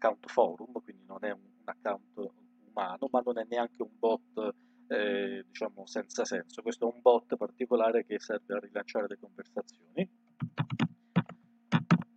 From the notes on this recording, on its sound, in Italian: registrato con un audio pessimo